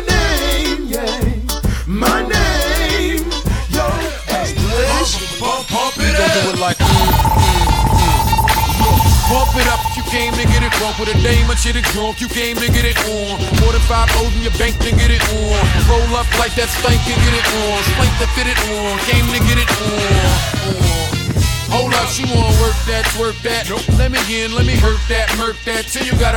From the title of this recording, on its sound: Hush Lounge 17.10.20 (Live Audio)